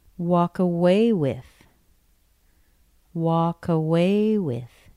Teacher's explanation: Away gets the stress.